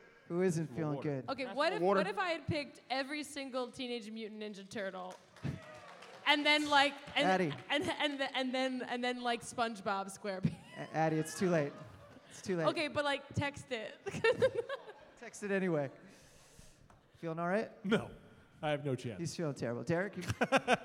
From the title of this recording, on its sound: live from NY Comic Con